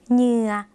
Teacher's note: อักษรนำในภาษาลาวนะคะหอฮานบวกด้วยย่อยุ่งค่ะออกเสียงขึ้นจมูกนะคะ